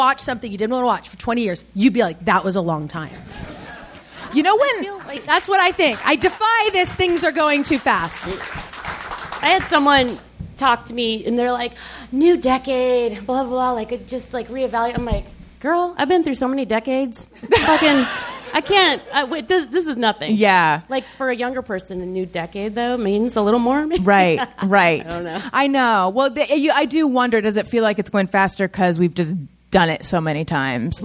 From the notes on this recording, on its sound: Live from Sketchfest! Recorded live at the Gateway Theatre in San Francisco on January 26, 2020.